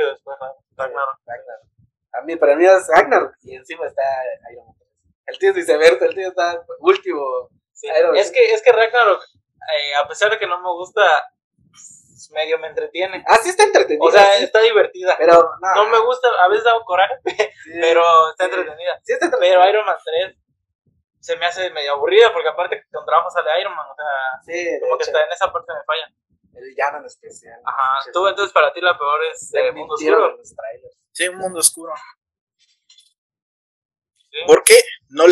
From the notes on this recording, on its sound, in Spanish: Con problemas de audio pero seguimos